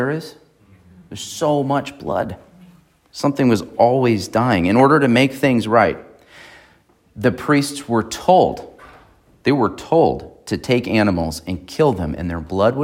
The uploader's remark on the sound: on April 30, 2023 at Emmanuel Baptist Church in Fallbrook, California.